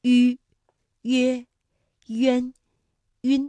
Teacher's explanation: 两唇要拢圆，略向前凸，舌尖抵住下齿背，使舌面前部隆起和硬腭前部相对，声带震动，软腭上升，关闭鼻腔通路。韵母开头的是迂的韵母呢，我们把它统称为搓口呼。发音的时候双唇搓拢成圆形，所以叫做搓口呼。迂、约、渊、晕。那大家要注意的是，如果迂前面遇到了鸡七夕的时候，迂上面的两个点要去掉了。这个顺口溜就是小迂有礼貌，遇到鸡七夕就摘帽，这是在书写当中的注意事项。 · Term: 舌面单韵母